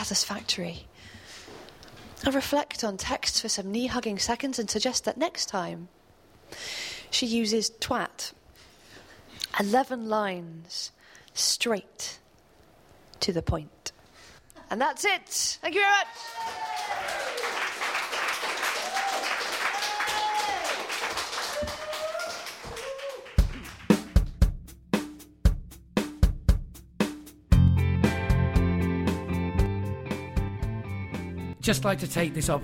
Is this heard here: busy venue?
yes